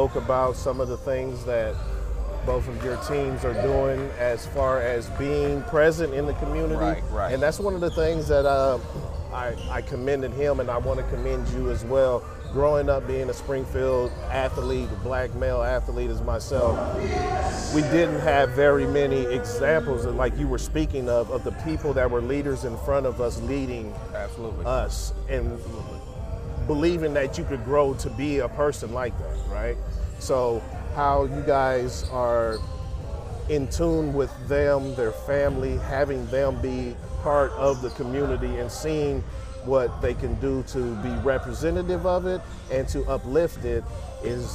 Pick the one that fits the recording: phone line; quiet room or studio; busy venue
busy venue